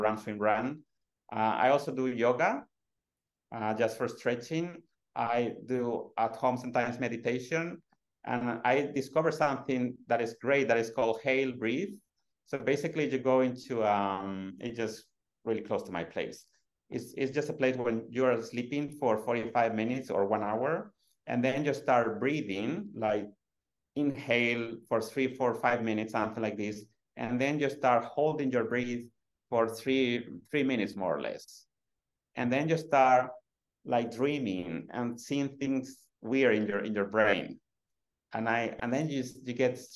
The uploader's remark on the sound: Recorded on 29 September 2023 on Zoom.